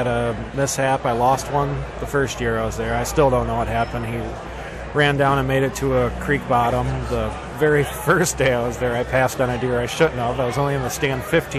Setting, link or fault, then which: setting, busy venue